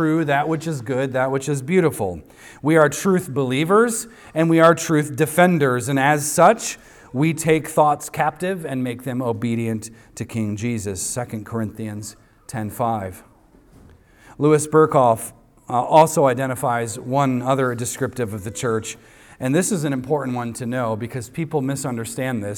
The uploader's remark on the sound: recorded on Sunday, May 28th, 2023, at the weekly worship gathering of Cross & Crown Church.